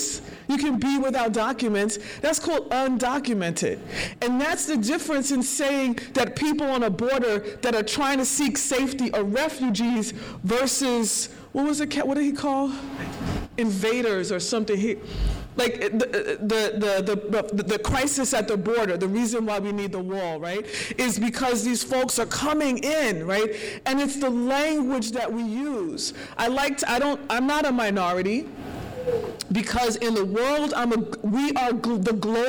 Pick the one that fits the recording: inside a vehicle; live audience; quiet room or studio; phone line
live audience